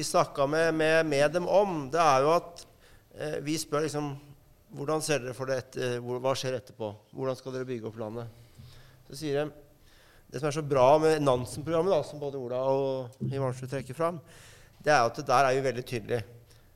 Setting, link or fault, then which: setting, live audience